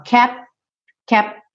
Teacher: Depois do P, quando você fecha pro T, você já tá indo pro TH.